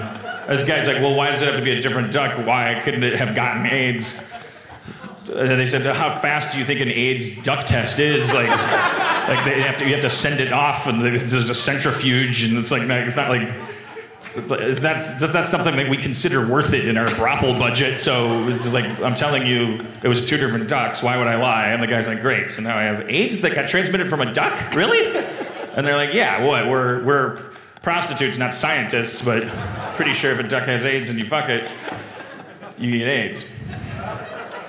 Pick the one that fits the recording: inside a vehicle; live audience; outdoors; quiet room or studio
live audience